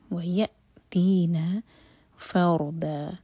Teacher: حمزہ پر سکون تو حمزہ پر cut off sound